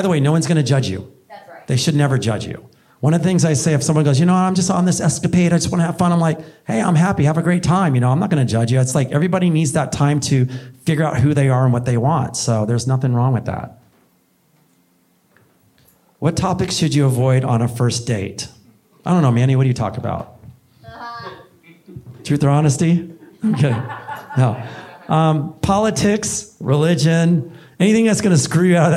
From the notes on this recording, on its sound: (The Live Stage Event). On stage for his very first live event.